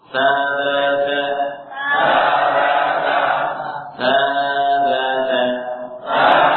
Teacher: Kita memanjakan sa karena ada alif.